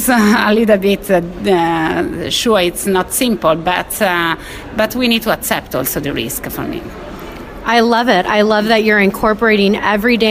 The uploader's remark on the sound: broadcasts on location from the 32nd International Epilepsy Congress 2017 in Barcelona